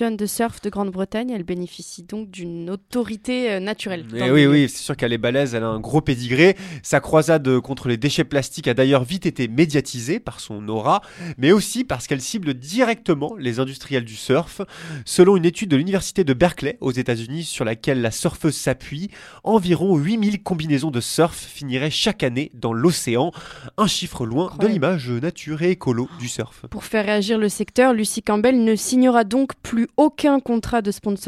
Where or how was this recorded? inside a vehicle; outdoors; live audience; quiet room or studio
quiet room or studio